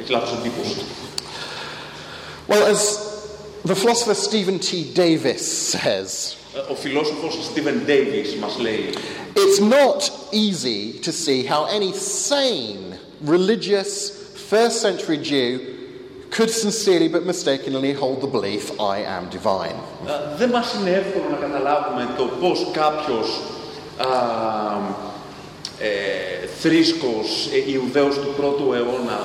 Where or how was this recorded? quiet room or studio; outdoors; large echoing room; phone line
large echoing room